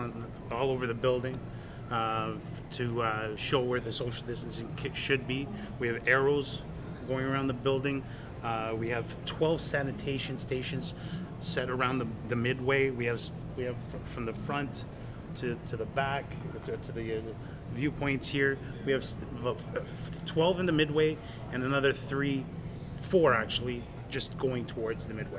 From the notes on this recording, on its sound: Live at Dave &amp; Buster's Vaughan. Live at Dave & Buster's Vaughan.